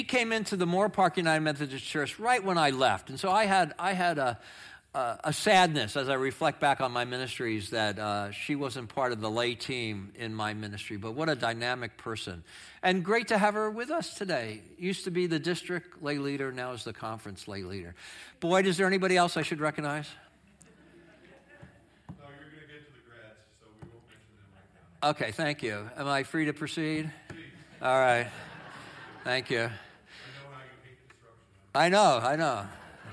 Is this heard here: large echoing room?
yes